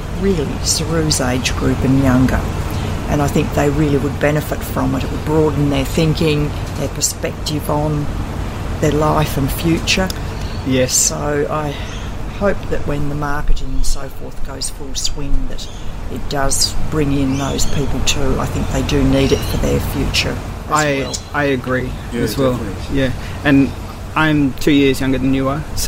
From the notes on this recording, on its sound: This interview was recorded in the Outdoor section of Luna Leederville , so there is a bit of background noise. Many thanks to the folks at Luna for allowing us to utilise their space to record.